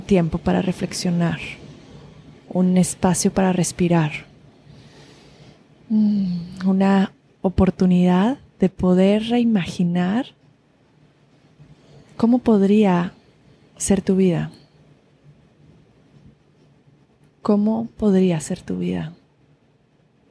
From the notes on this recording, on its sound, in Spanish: Desde el mar. Con el sonido de las olas de fondo.